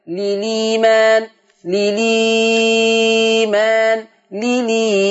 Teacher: هتنقل حركة الهمزة لللام وتثلث البدل